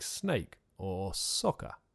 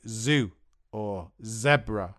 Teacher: Here, in we used, used uses a z sound, but used to a s sound. The difference between the sounds is that s is a voiceless sound and z is a voiced sound. Voiced sounds use the vocal cords in our mouth, so they vibrate.